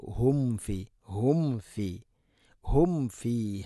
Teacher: സാക്കിന മീമിന് ശേഷം ഫ വരുമ്പോൾ രണ്ട് ചുണ്ട് തമ്മിൽ തട്ടൂല. അത് ശ്രദ്ധിച്ചുകൊണ്ട് പറഞ്ഞാൽ മാത്രമാണ് അങ്ങനെ തട്ടുകയുള്ളൂ.